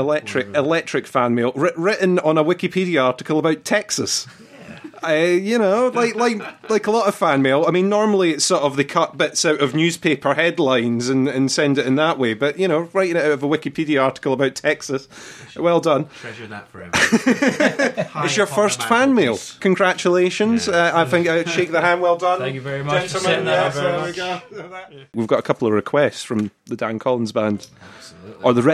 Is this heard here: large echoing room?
no